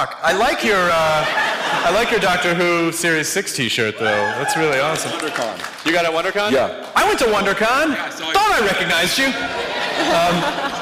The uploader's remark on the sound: Recorded live at the California Academy of Sciences for SF Sketchfest! This was done in the African Hall amidst a collection of animal exhibits. Also, the audio is screwy. We only had access to docent head-mics and they don't record well.